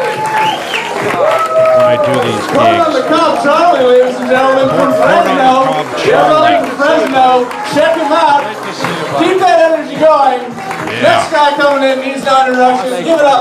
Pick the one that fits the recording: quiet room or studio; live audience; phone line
live audience